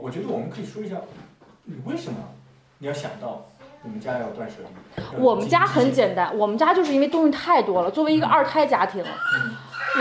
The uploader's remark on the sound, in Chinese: 四位主播在德国新的一轮lockdown之前又有机会聚在了一起。作为两家都有两个小娃的家庭，本期音频因为是带着娃录制，里面有大量小朋友的背景音。